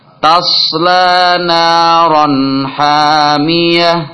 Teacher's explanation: Tasla naran, tanwin bertemu ha, idhar.